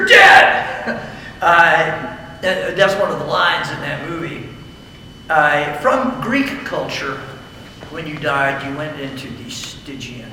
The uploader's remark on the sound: I delivered the following message at a chapel service for a football team.